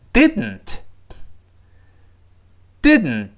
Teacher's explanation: 注意读完 did，舌尖顶住，舌头不要再发噔噔，舌头不要分开喽，顶住上牙膛，鼻子出气儿，鼻子里用一下力 · Term: 鼻腔爆破